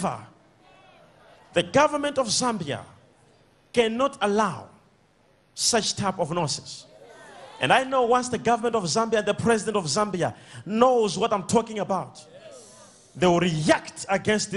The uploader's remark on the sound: Sunday Live Service.